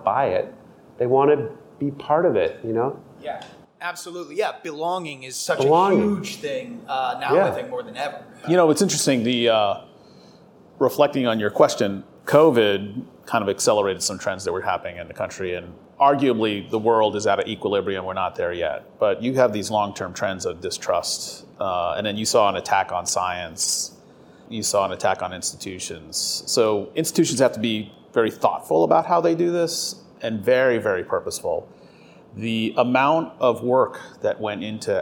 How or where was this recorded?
busy venue